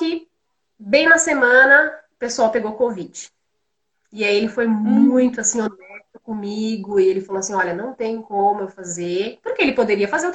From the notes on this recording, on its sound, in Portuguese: Live ocorrida no Instagram